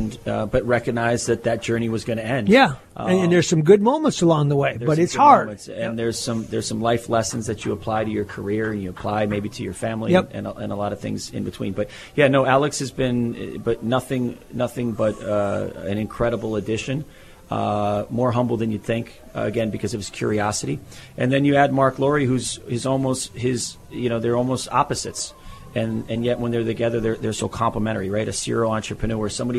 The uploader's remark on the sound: live from Target Center